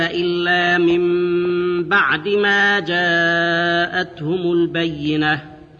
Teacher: النون الساكنة قلبت ميما قبل الباء مع وجود الغنة